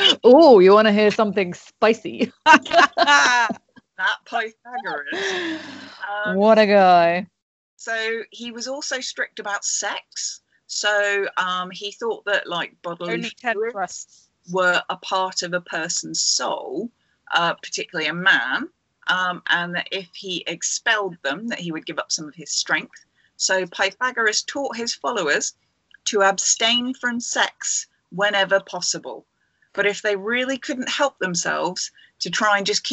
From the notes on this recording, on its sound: This episode was recorded via Skype due to lockdown